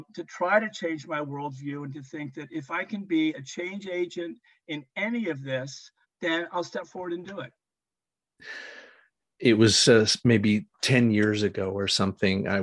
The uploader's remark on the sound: Recorded 10.24.2022 in NC & MD on Zoom